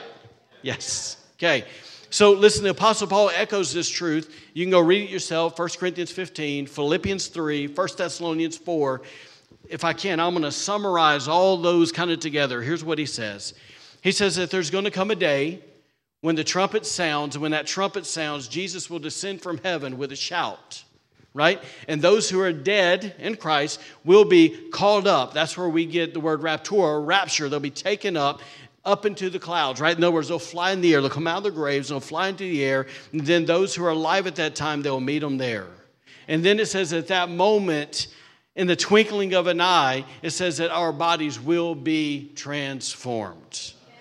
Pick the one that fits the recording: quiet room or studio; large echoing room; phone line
large echoing room